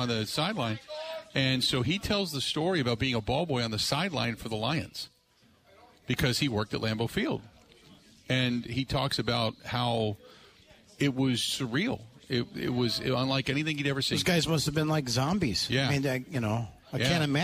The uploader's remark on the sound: live from the Root River Center in Franklin